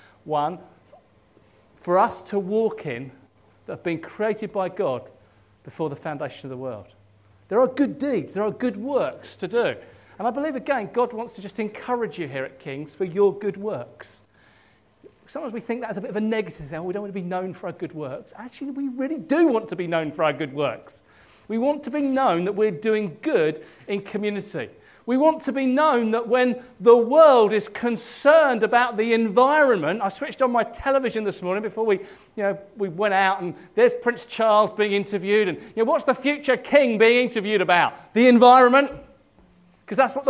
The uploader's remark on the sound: At King's Church, Cockermouth, as an audio file.